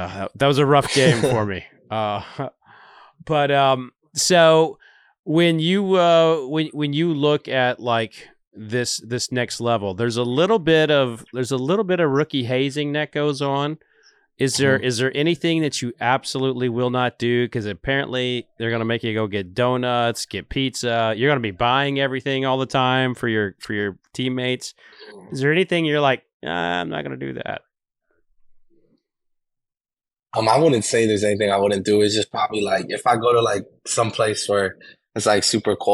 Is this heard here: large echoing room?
no